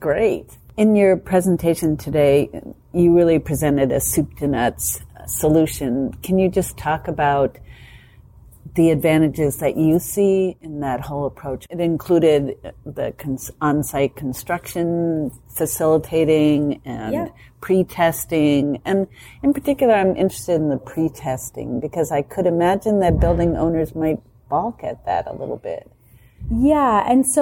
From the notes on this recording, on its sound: In this special bonus episode recorded at the Passive House Canada Conference